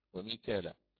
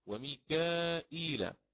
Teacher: فيثبت همزا بعد حرف الكاف، ويكون مسبوقا بمد متصل حينها، مد متصل واجب · Shown in: second take